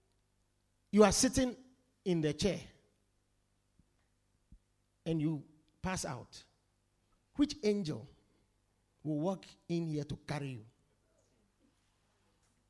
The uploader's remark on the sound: Preached at The Supernatural Encounter Service.